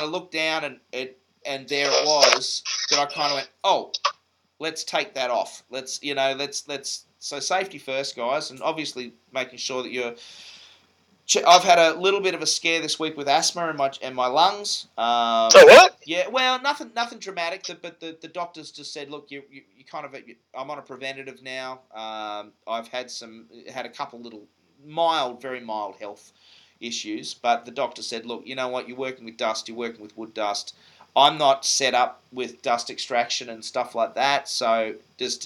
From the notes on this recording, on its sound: Apologies if the sound is a bit off this week. I've been having tech issues.